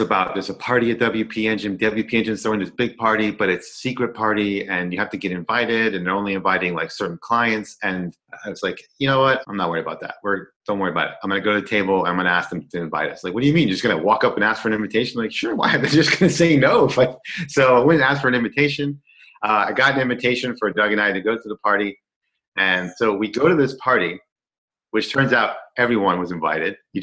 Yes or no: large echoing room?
no